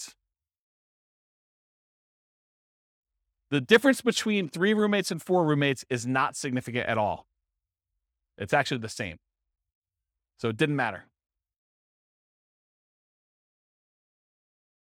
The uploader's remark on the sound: This was a live class recorded.